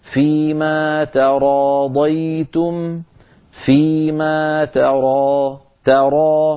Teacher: التقى أيضا في النطق تاء مرققة وبعدها راء مفخمة، فلا نفخم التاء بسبب مجاورتها للراء، قد تتحول إلى طاء إن فعلنا ذلك.